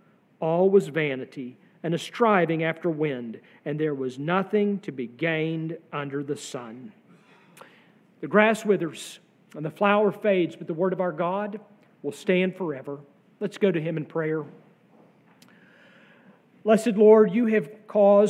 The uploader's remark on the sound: sermon from our worship service on May 7, 2023